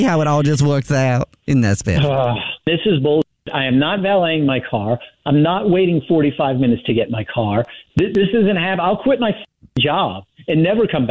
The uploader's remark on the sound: phone prank style